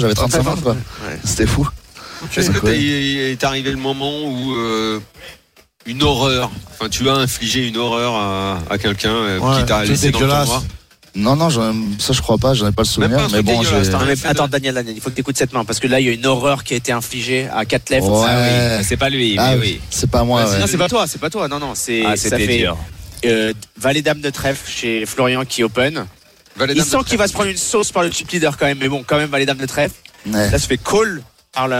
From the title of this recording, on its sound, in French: en direct des WSOP à Las Vegas